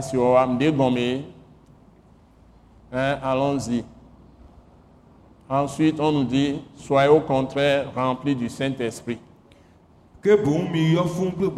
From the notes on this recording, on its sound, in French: Ce message, enregistré lors de la Soirée de Célébration et de Prière hebdomadaire de l’Église Christ Crucifié en Action (implantée par l’ATAC International), est prêché simultanément en Français et en Mina, une langue locale du Togo.